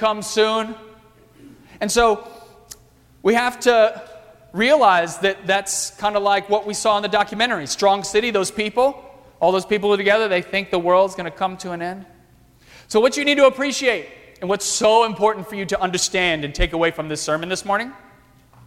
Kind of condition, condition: setting, large echoing room